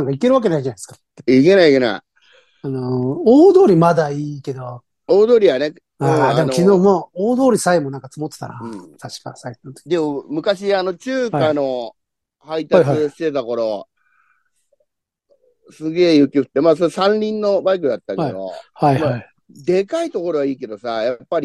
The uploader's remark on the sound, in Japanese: ZOOMで収録。